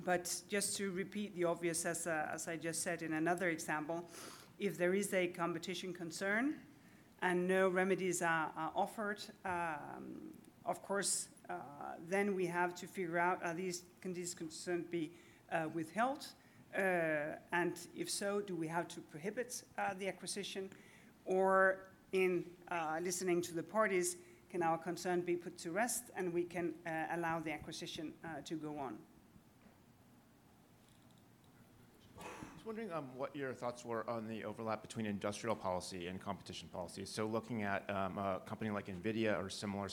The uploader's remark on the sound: At the Tech Antitrust conference held in Palo Alto on January 11, 2024. By Concurrences in partnership with Clifford Chance and Compass Lexecon.